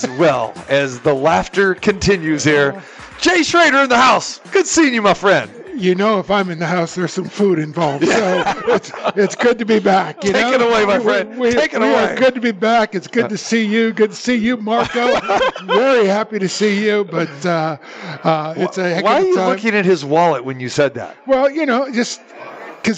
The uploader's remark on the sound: Live at the Suoerbook at the Westgate